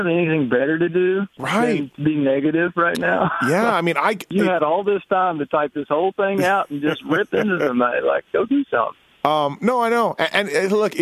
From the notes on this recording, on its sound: on the phone